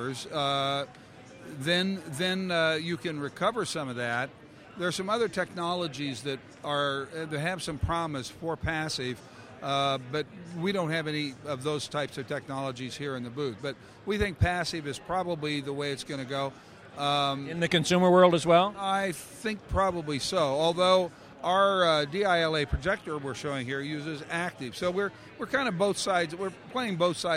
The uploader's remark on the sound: Live from NAB